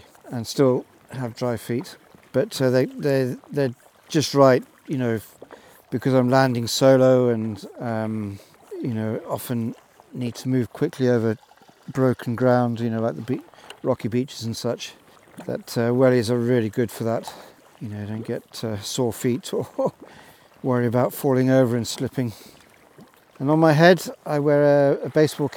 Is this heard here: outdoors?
yes